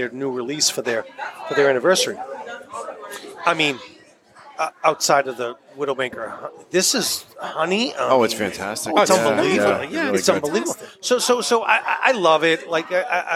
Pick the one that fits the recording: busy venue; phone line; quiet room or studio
busy venue